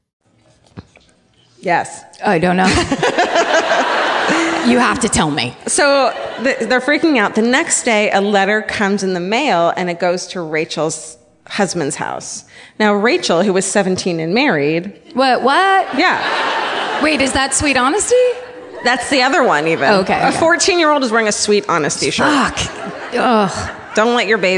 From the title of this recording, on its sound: Live from the Chicago Podcast Festival